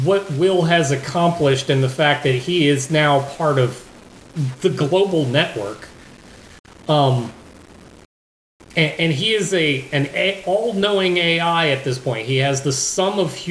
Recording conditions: poor sound quality